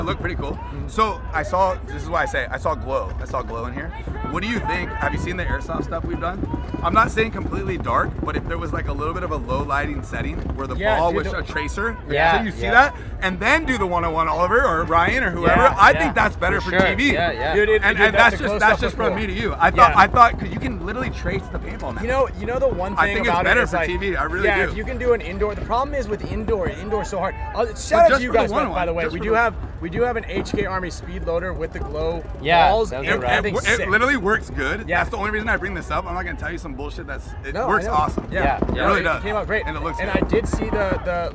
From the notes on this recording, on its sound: Live from WORLD CUP.